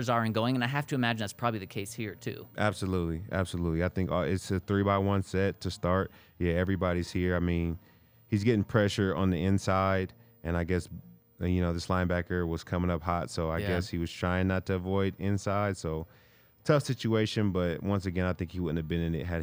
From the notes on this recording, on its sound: coming to you LIVE from the DNVR Bar